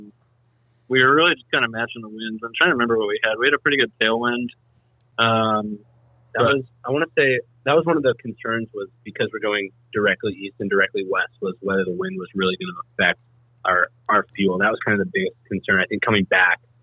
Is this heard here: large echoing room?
no